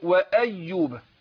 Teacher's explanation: الهمزة مرققة حرف مستفل بتخرج من أقصى الحلق، فأقول وأيوب كده.